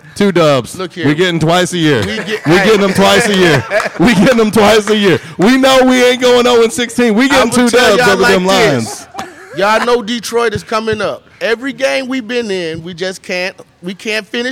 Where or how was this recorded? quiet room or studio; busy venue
busy venue